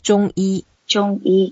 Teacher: It's a first tone, it means medicine. So both 中 and 医 are first tones. So all we need to do is to keep it very flat, about equal beat.